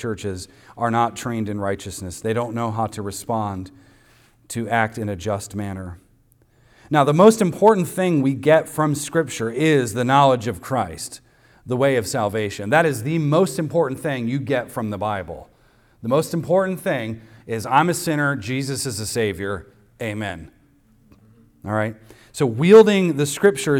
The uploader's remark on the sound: recorded on Sunday, July 9th, 2023, at the weekly worship gathering of Cross & Crown Church.